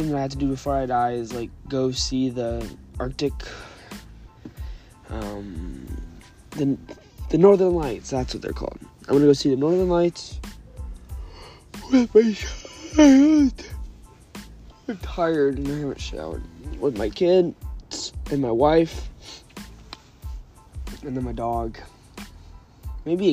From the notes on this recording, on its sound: Talking while locked outside